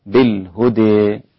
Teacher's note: أحيانا بعض الناس يبالغ في ترقيق الدال فيقول بالهدى، هذا التقليل وليس ترقيق، هذه مبالغة. وبالإمالة الكبرى يصير النطق بها هكذا بالهدى ناحية الياء أكثر